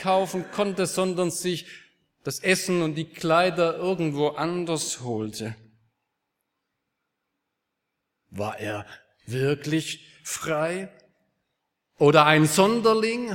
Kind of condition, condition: setting, large echoing room